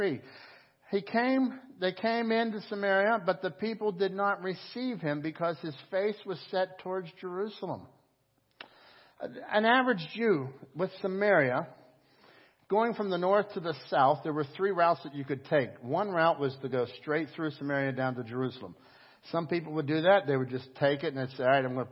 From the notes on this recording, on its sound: Crossroad Ministries Live Service